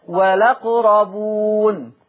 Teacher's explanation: نقلنا فتحة الهمزة وديناها للام فتبقى والأقربون · Term: النقل